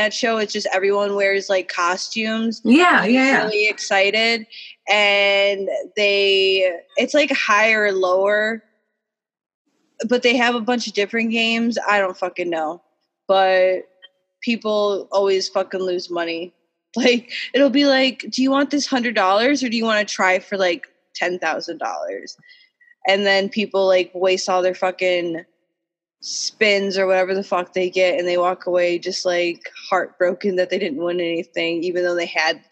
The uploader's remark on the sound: Taking it back to the ole’ Zoom chat this week so forgive any audio difficulties. Technology scorns us during this pandemic.